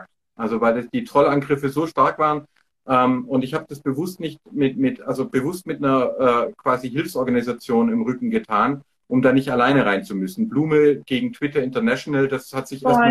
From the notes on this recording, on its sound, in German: live auf Instagram gesprochen